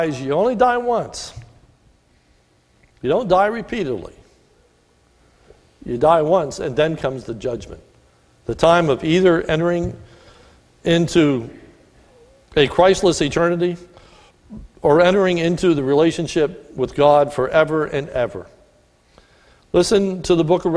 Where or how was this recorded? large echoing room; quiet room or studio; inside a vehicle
large echoing room